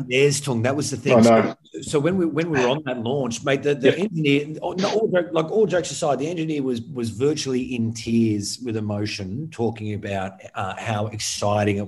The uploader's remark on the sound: gather in cyberspace